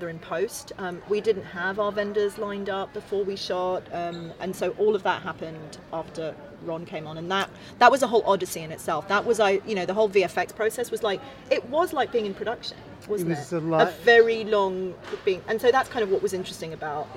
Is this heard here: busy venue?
yes